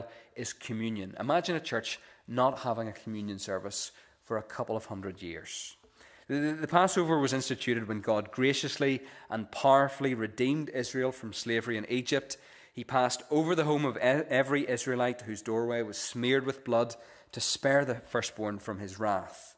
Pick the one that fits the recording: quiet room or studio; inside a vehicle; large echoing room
large echoing room